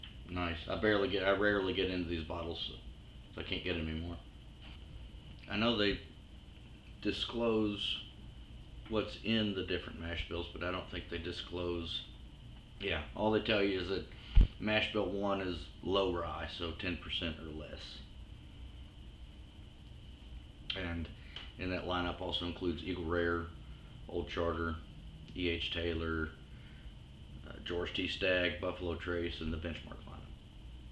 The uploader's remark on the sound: We're working with some new equipment, please forgive the sound quality.